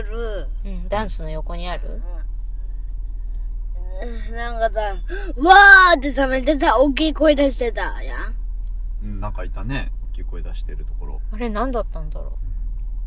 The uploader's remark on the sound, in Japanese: 今回は春休みに初めてのキッザニアへ行く／行った道中での車内収録です。最後は放送事故なので音量にお気をつけください…笑。